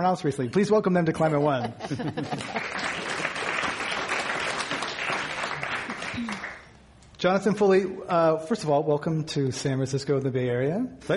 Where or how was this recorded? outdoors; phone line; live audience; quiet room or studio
live audience